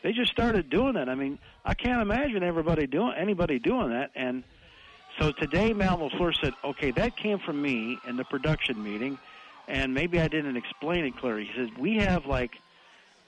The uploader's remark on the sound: live from DJ's Goal Post